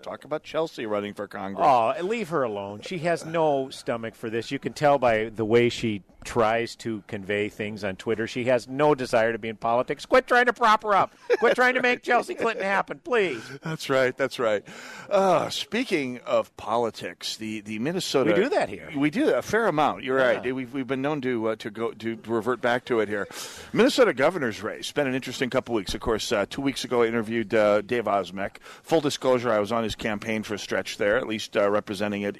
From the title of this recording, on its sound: Holes For Heroes Live at Medicine Lake